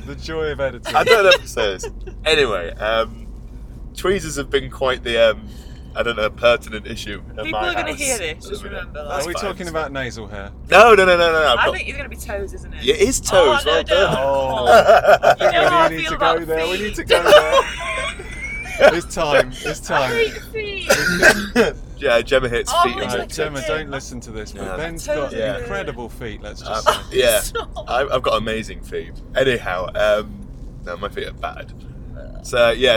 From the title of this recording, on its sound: In a Car